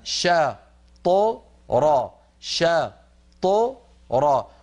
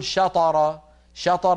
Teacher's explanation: مفتوحة شا ط را، أما الشين المفتوحة فتخرج بفتح الفم شا، وأما الطاء الساكنة التي بعدها فتخرج مقلقلة من غير فتح للفم · Shown in: first take · شا ط، وبعدها الراء مفتوحة تخرج بفتح الفم را، إذن شا